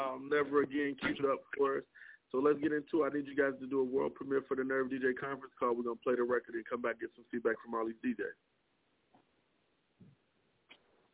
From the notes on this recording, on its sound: The Nerve Djs Bi-Weekly Industry Conference Call